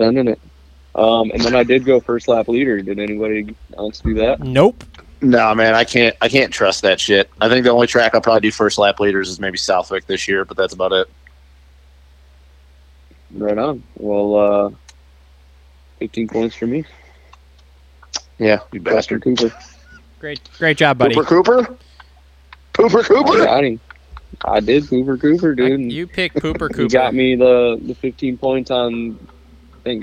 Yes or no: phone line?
yes